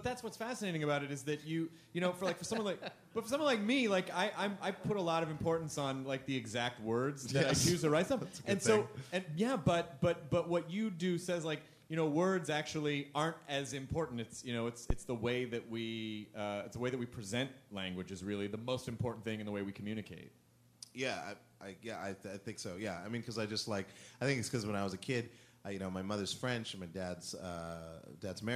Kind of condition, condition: setting, live audience